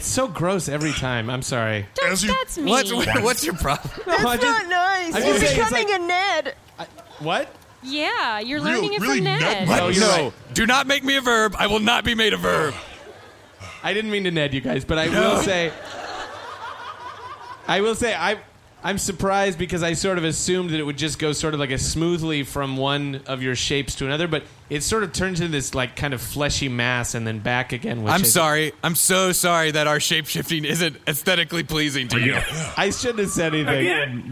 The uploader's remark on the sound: Recorded LIVE on 11/19/2017 at the Southern Screen Film Festival in Lafayette, Louisiana!